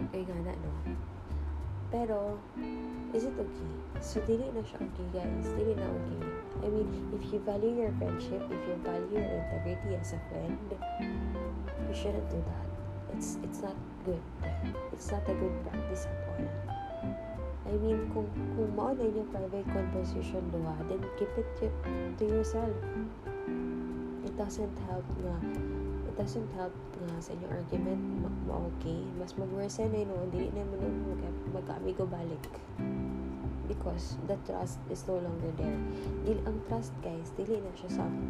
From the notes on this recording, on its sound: please excuse our aircon noise